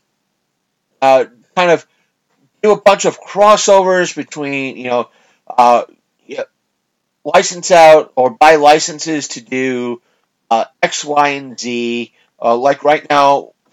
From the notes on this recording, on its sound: Fighting his mic issues